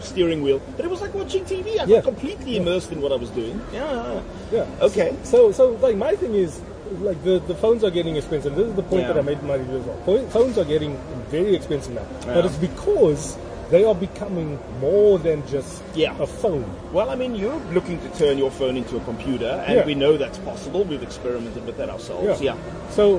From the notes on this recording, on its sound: Recorded at Wimpy Canal Walk.